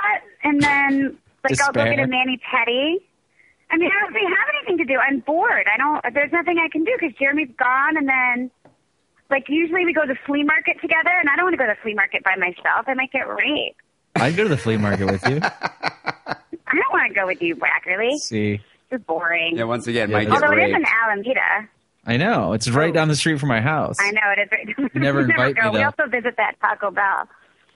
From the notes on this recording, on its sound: Phone calls.